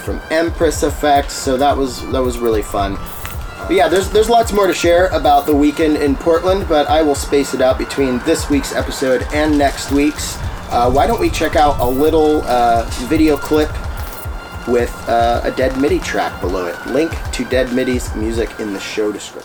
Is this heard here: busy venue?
yes